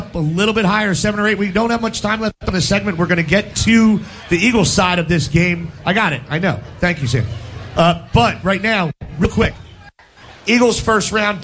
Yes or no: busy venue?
yes